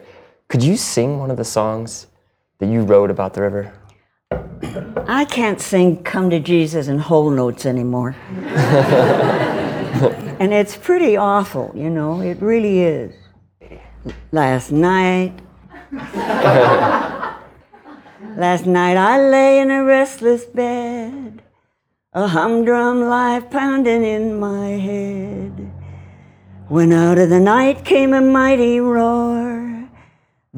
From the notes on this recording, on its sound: Live from 5Point Vol. 7. We headed south for our annual pilgrimage to the 5 Point Film Festival and our live Dirtbag Diaries.